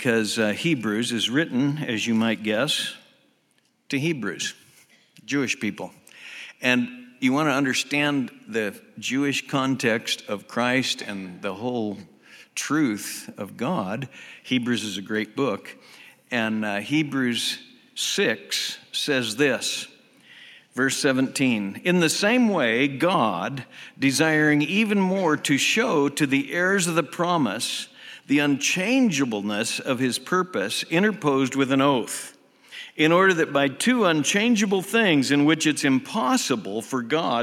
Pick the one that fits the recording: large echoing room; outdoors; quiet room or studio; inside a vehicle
large echoing room